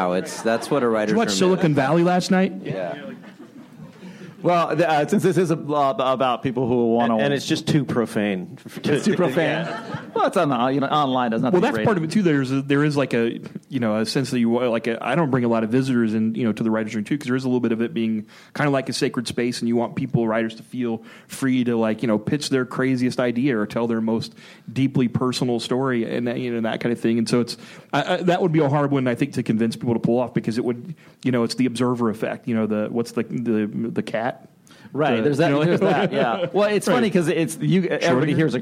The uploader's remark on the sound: Recorded at ATX Television Fest in June 2015.